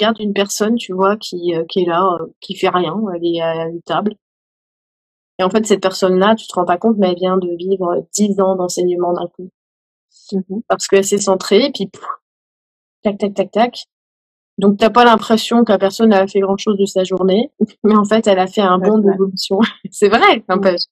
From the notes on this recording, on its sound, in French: une interview réalisée lors d’un live sur mon compte Instagram